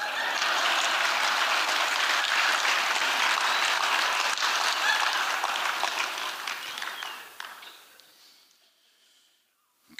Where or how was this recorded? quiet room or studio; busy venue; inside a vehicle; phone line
busy venue